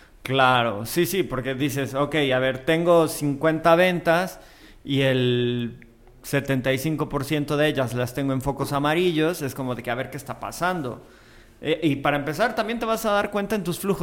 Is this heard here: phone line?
no